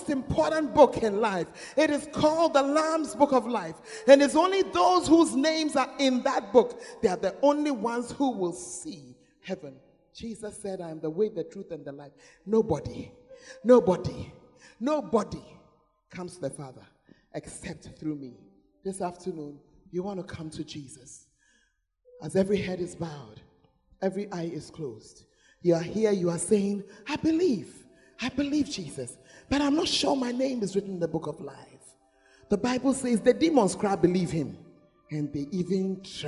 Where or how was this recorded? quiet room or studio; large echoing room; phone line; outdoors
large echoing room